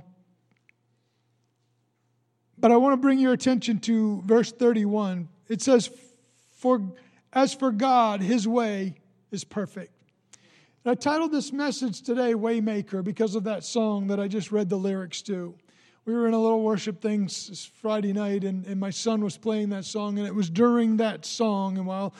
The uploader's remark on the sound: Recorded on Sunday, March 1, 2020, during service at The Anchor Church in Rockport, Maine.